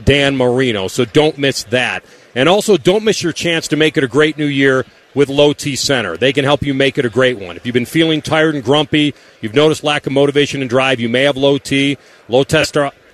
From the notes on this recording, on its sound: Live from Radio Row in Vegas!